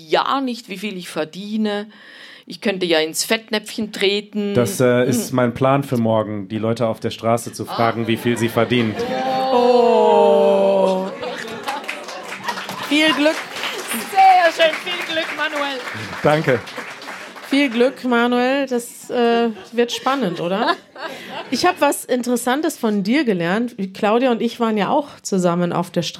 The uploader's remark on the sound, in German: Wir sind in Zürich und podcasten live vor Publikum.